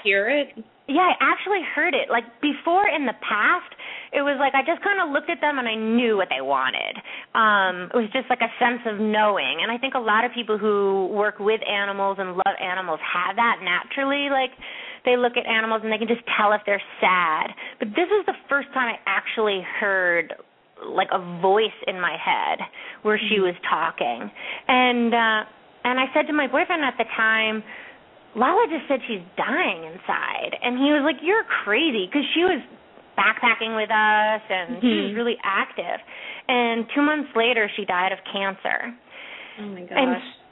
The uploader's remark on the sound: open up the lines for listeners to call